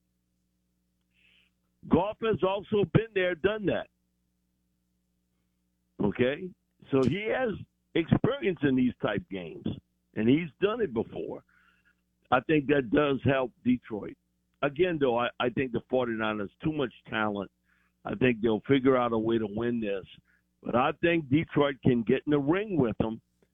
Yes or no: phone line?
yes